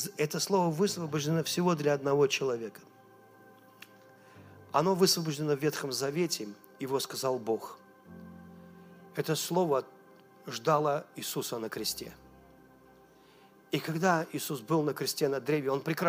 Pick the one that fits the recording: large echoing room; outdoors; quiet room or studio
large echoing room